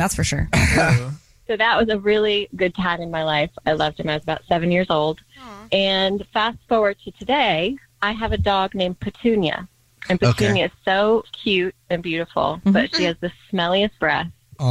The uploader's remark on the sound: There is a listener on the phone